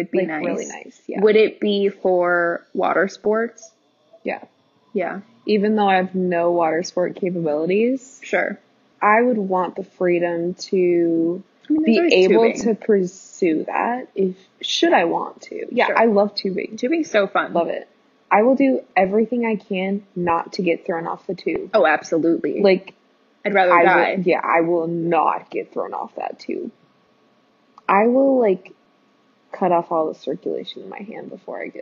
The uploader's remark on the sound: Sorry that the audio isn't great, we're working on getting better mics